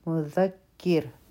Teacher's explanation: انما انت، نون مشدد دی، غنه به کو، په میم باندې منفصل مد دی، او په آتا کې د نون ساکن نه پس چونکې تا راغله، دلته به مونږ نری اخفا کو، بیا دې مذکر. د ذال لپاره به زمونږ ژبه د بره غاښونو د لاندې راځي، او د ژبې سر به لږ شان بهر ته راوتې وي